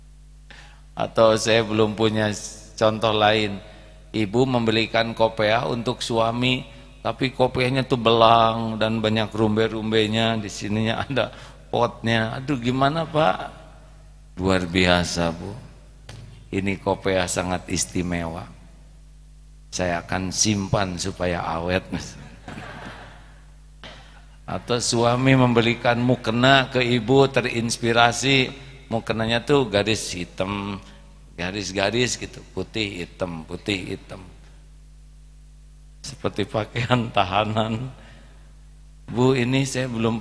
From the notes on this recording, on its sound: live dari Masjid Daarut Tauhiid Bandung